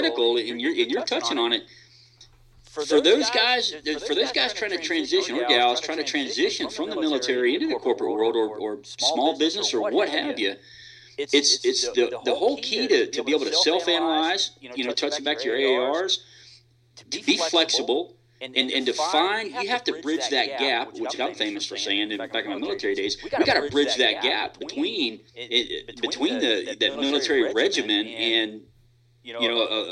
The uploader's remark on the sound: it is unfortunate that it contains an echo